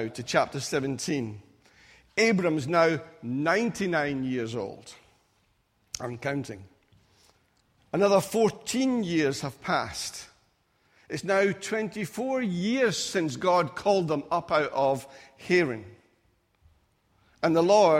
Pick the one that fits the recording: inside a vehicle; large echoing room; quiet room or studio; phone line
large echoing room